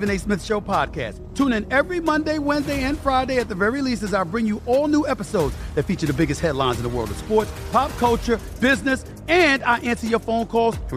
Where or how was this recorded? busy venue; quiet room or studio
busy venue